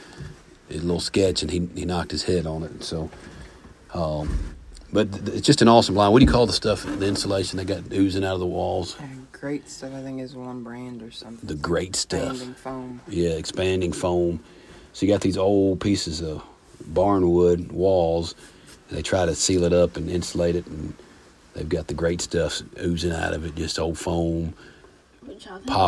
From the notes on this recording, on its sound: Live from the Deer Blind (Interrupted by a Buck). We were on the road a few days in hunting camp this week so the episode is coming live from the deer blind (almost live).